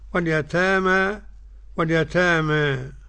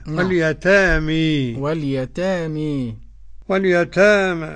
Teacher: واليتامى، قرأ واليتامى ورش بالفتح والتقنين واليتامى واليتامى وقرأ الإمام حمزة والكسائي وخلف العاشر بالإمالة · Shown in: second take